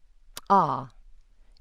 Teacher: A so-called palato-alveolar click is ah. It has alveolar contact and an abrupt release.